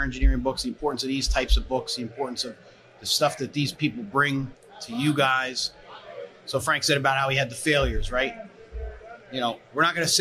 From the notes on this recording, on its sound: talks live at FDIC International 2023